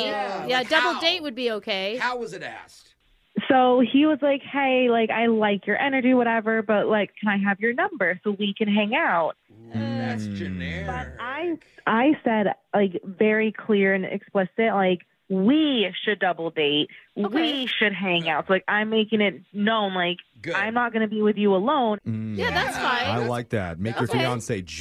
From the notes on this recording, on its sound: Awkward Tuesday Phone Call